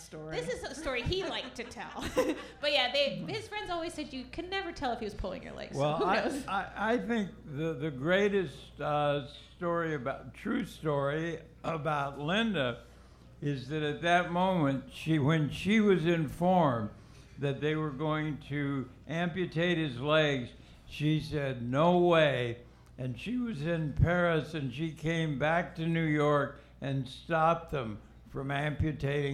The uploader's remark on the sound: Recorded live at The Jazz Kitchen in Indianapolis.